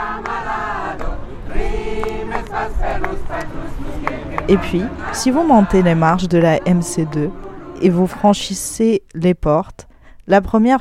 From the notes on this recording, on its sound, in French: Musique live &amp; orchestre, parvis &amp; coucher de soleil, montagne et micro tendu à une passante. Nous avons tendu notre micro au collectif Cultures essentielles en lutte - Isère qui mène l'occupation de la MC2. Musique live & orchestre, parvis & coucher de soleil, montagne et micro tendu à une passante : c'est aussi le son d'une scène nationale inaugurée par André Malraux en 1968.